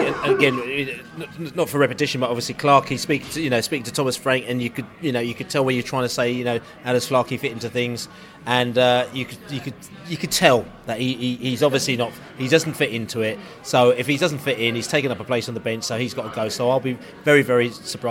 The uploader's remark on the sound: Stoke City Pre-Match Podcast From the Pub.